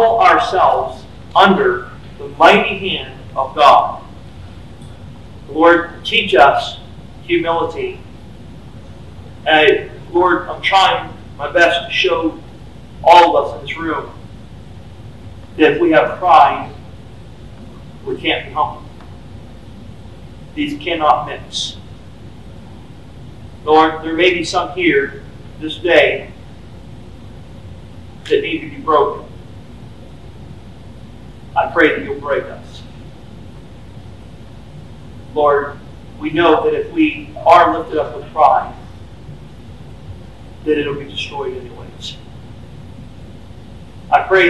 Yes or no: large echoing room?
yes